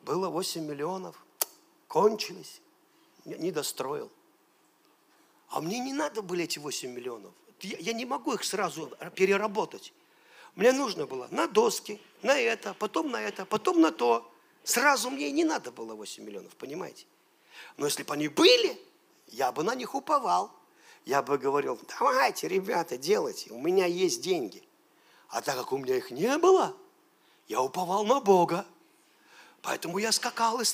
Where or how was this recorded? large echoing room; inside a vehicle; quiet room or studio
large echoing room